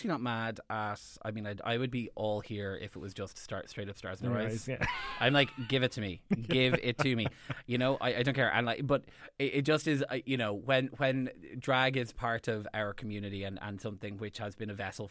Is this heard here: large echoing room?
no